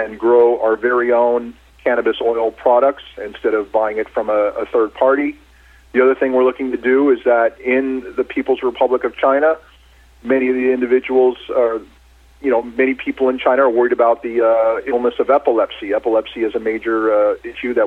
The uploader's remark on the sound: called in to SmallCapVoice.